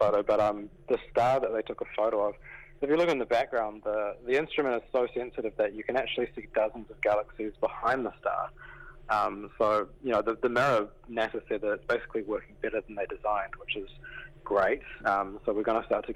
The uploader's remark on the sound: jumps on the phone